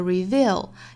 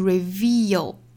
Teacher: riches, ches 也不是 riches,而是 riches, ches,riches。后面 but to reveal to him, reveal, 注意紧音的 e 再加舌侧音 eel · Shown in: second take · 大家不要读成了 reveal,应该是 reveal. Reveal to him, his own, his 跟 own 之间的连读我们带出一个 z